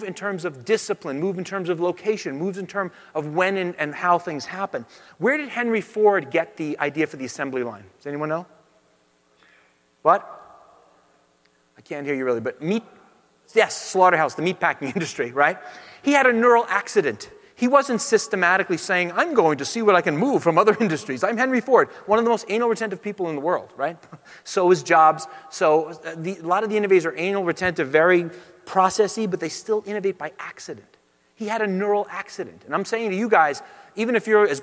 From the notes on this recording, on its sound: Talk at Autodesk University.